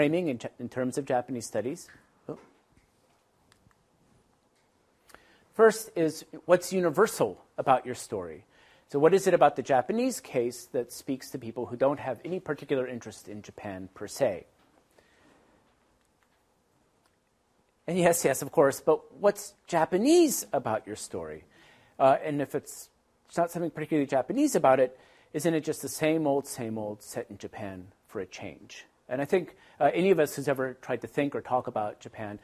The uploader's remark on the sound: This presentation was delivered on 10th November, 2017 at the Institute of Asian Research at the University of British Columbia, Vancouver.